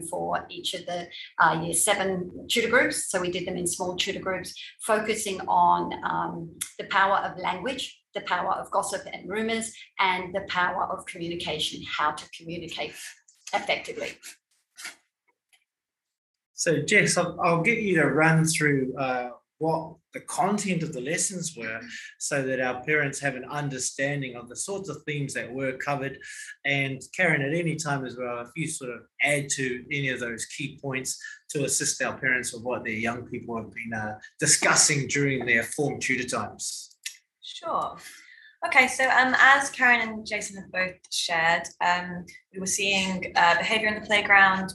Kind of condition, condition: link, video call